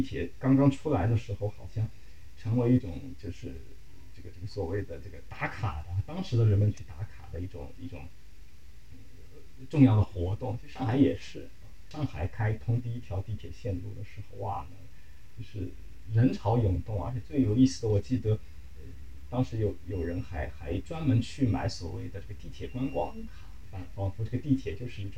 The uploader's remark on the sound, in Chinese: 录制条件所限，本期录音存在不可逆转的音质损伤